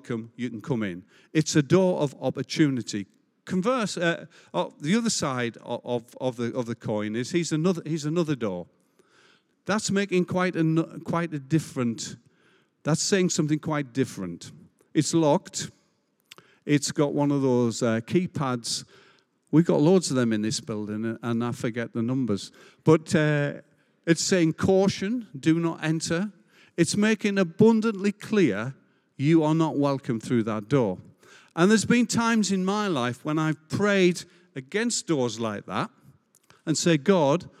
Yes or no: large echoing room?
yes